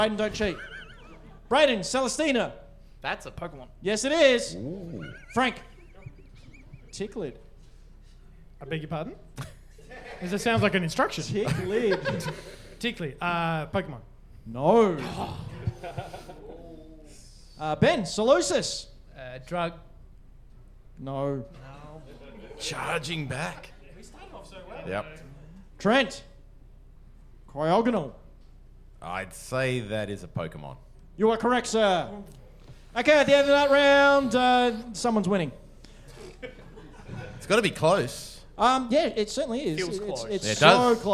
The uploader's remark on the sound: All in front of a LIVE CROWD!